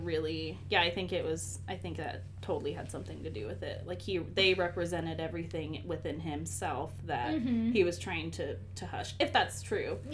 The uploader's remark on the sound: subpar audio quality